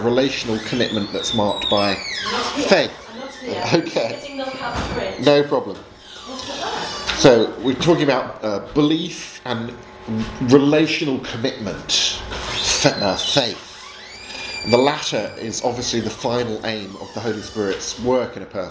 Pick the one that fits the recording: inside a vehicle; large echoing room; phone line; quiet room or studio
large echoing room